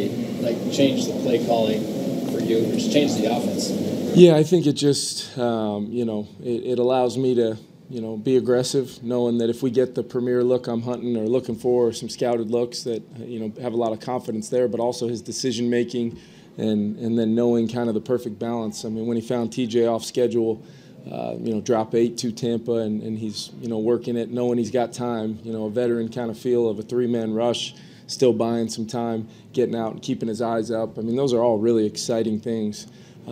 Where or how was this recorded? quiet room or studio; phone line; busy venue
busy venue